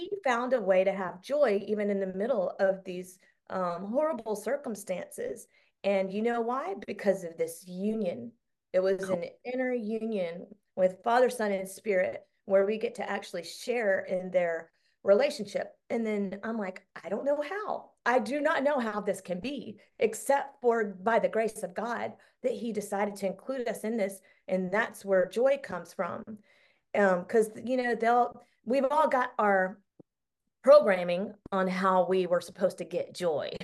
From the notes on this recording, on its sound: Zoom call